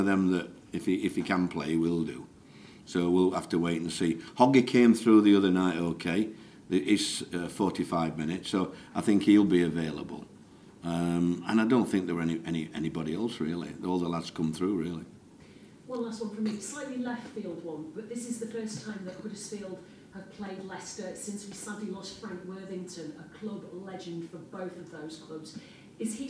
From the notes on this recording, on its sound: speaks to the media in latest press conference at the Millers Oils High Performance Complex